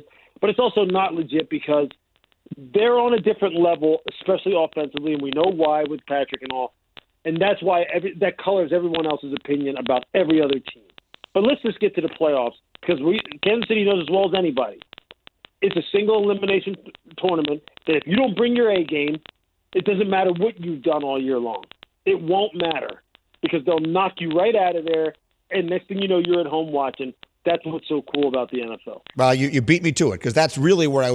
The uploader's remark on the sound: takes your phone calls